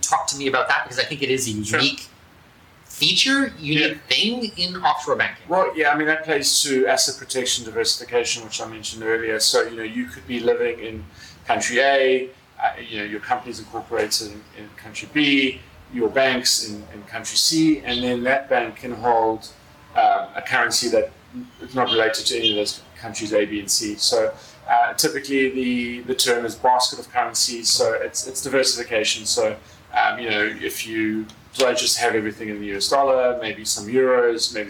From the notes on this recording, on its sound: This is a first for us and we’re learning the ropes for audio and video. Came to my office here in downtown Panama and we recorded live video and then made an audio recording for our podcast. You will notice the sound is a little different.